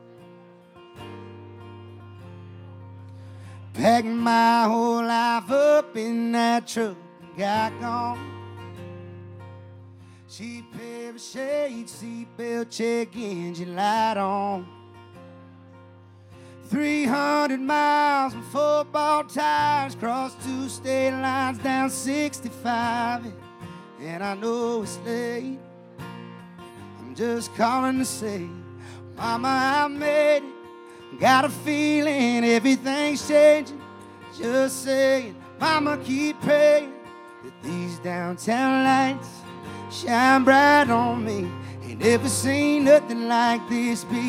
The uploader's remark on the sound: Rounds At Live Oak In Nashville